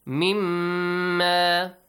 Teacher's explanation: So produce a nasal sound for مشدد ميم for two counts.